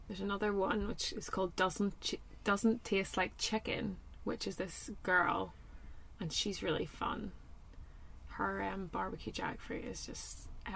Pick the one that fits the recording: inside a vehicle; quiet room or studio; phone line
inside a vehicle